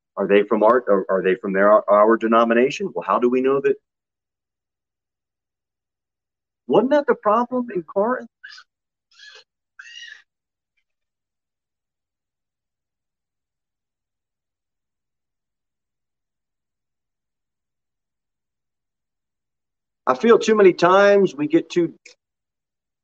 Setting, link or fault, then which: setting, large echoing room